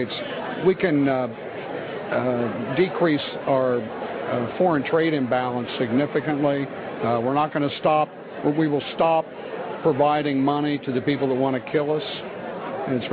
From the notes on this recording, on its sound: Energy Discussion at CPAC. Interviews attendees at the Conservative Political Action Conference (CPAC).